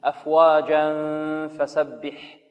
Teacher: وإذا وصلنا تنوين وبعده فاء ماذا؟ إخفاء، غنة